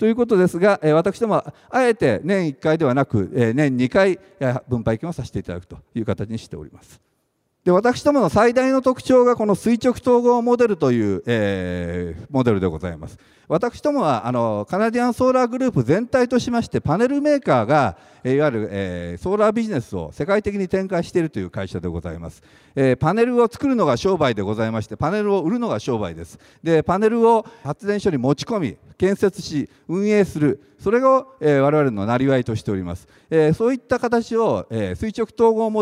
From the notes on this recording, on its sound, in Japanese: 2月24日に東京証券取引所で開催した「J-REITファン2018」。IRセミナーをダイジェスト版でお送りします。